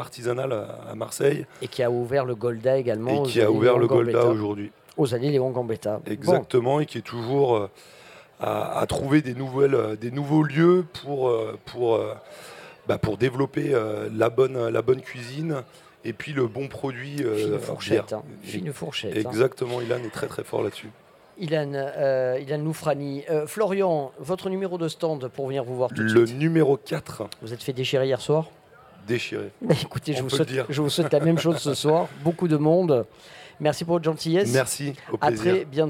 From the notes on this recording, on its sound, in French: Radio Grenouille au Street Food Festival. Dans le cadre du Street Food Festival 2023, le Grand Pastis délocalise son plateau et s'invite au pied de la Cathédrale de La Major pour l'occasion. Ses invités, présents sur les stands ce jour là.